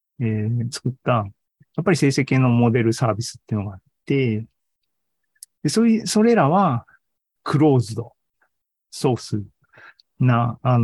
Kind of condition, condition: link, video call